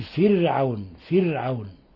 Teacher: لفظ فرعون هذا الراء سبقها كسر لازم فترقق، فنقول فرعون، فرعون، لأن الفاء حرف استيفال والراء سبقها كسر لازم فترقق.